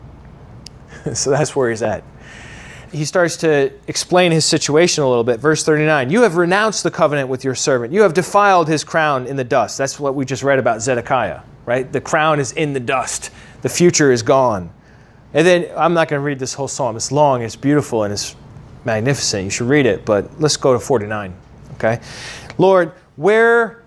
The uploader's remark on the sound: originally taught at the Atlanta Bible College